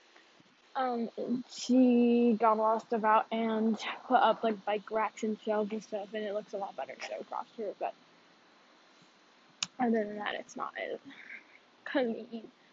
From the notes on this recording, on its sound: After being on hold in my phone but then I switched AirPods and it sounds like I’m on a phone call.